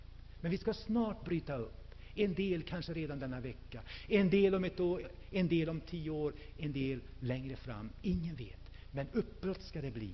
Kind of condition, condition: setting, large echoing room